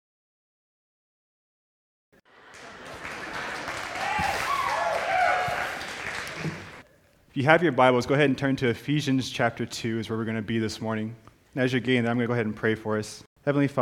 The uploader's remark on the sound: This is a special podcast of a live recording. Preaching at First Baptist Church of Chappell Hill, Texas.